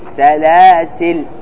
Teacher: حذف الألف مع سكون اللام